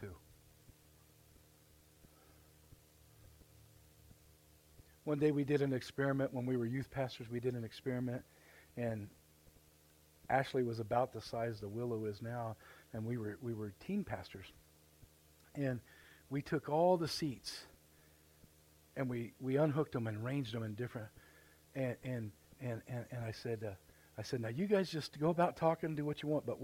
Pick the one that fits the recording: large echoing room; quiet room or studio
large echoing room